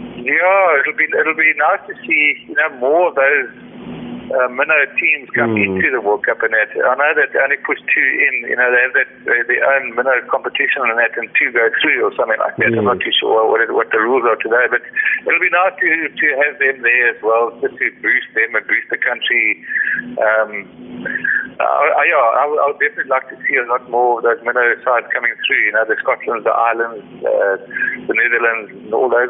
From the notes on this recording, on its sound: The interview took place via a phone call.